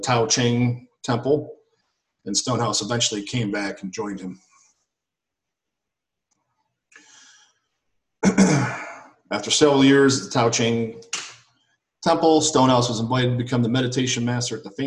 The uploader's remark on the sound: in these virtual Zoom Sangha times